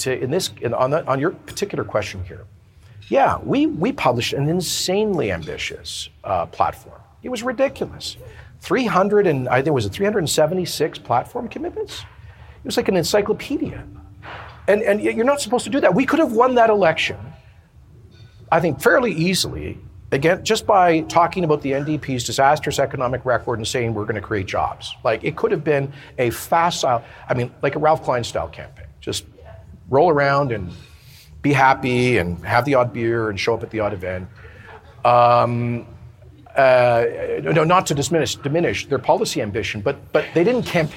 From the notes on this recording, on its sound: at the Canada Strong & Free Network conference in Red Deer